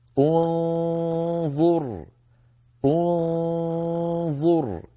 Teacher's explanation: ننتقل من الهمزة إلى مخرج الظاء من غير ضغط